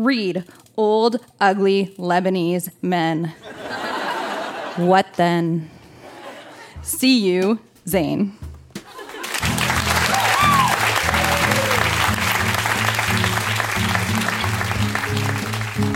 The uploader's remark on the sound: Recorded live at the Tranzac Club in Toronto.